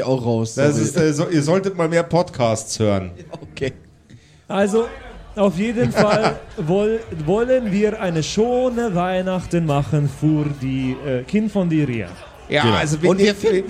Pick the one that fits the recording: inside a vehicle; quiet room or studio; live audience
live audience